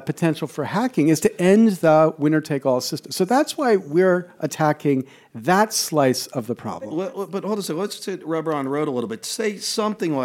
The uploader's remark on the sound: Recorded in front of a live audience